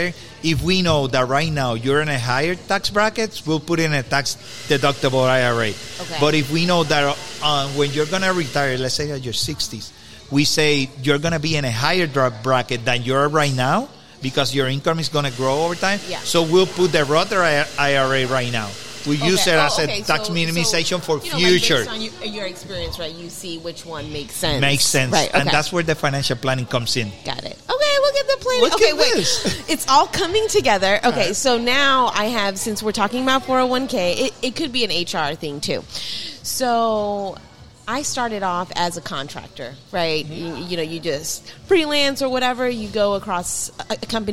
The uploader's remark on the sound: This show was recorded on location at the Cafe Don Juan in Winter Park, FL. While getting ready to record we caught the attention of a patron.